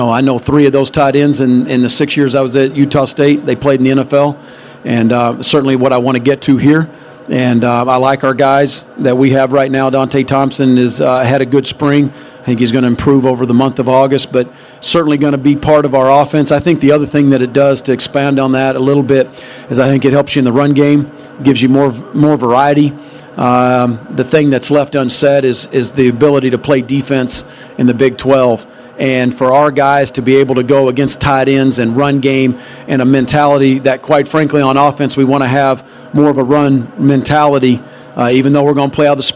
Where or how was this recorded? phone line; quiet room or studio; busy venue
busy venue